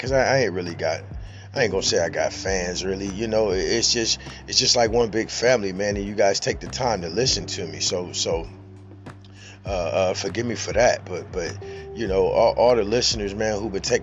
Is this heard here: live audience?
no